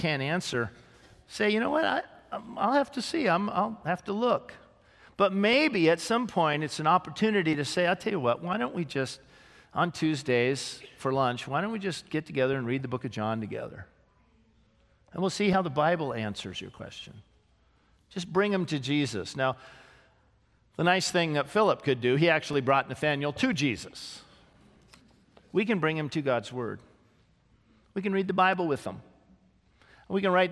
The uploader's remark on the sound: This sermon was originally preached on May 6, 2018, at Grace Baptist Church in Santa Clarita, CA